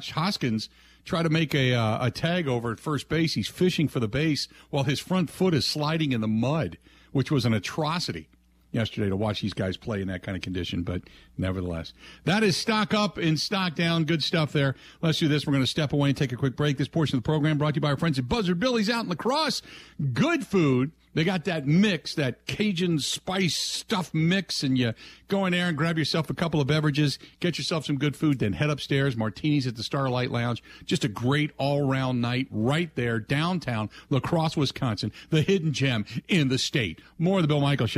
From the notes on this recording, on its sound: taking some passionate phone calls